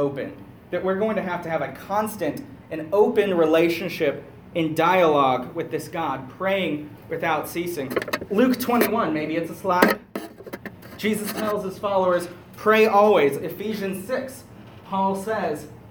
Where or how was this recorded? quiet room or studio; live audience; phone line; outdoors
live audience